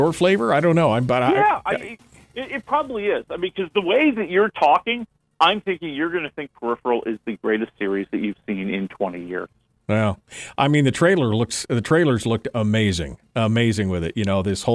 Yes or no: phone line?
yes